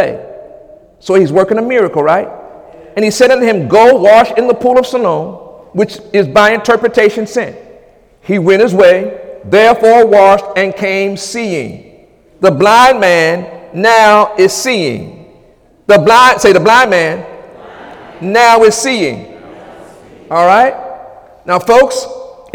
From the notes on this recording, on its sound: During Sunday morning service